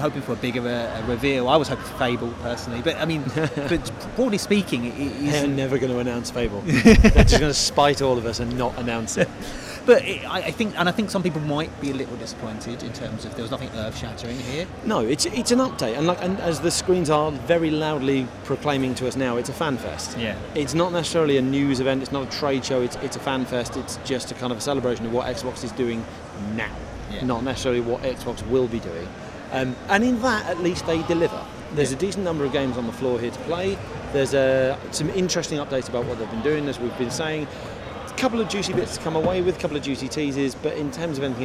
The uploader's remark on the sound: Live from X019. Microsoft's event in London this week. Recorded on the show floor itself, this discussion actually took place a few hours ahead of the reveals.